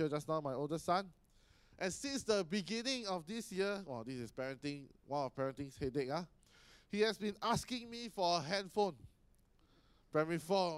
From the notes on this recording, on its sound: Sermon preached on 27 May 2018 at our AMK Hub location.